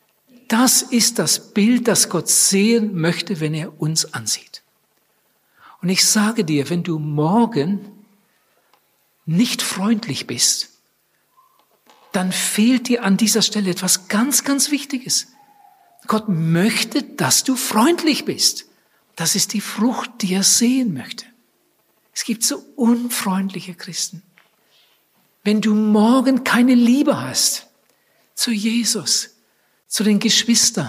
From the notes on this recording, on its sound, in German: bei den Missions- und Freundestagen 2014 in Wienhausen im Missionswerk Bruderhand gehalten hat